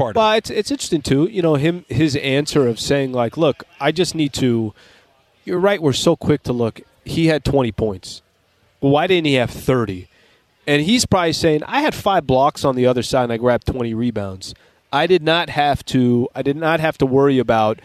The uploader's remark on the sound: LIVE from Lakers Media Day in El Segundo!